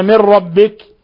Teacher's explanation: من ربك إضغام بغير غنة لأن النون الساكنة جاء بعدها الراء، والراء أحد حرفي الإضغام بغير غنة.